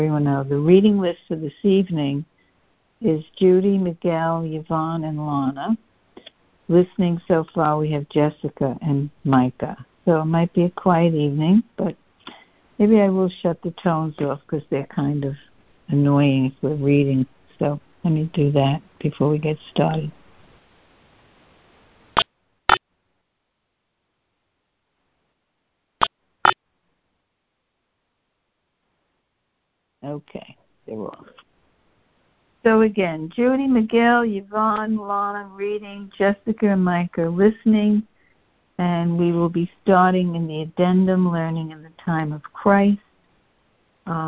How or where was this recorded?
phone line